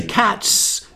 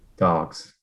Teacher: Put your hand on the throat and you feel yourself go zzz. You say cats and you're just saying s. You say dogs and you're going zzz.